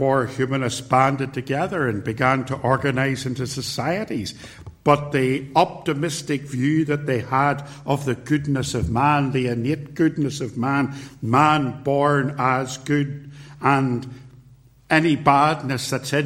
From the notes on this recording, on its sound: recorded at Templepatrick Reformed Church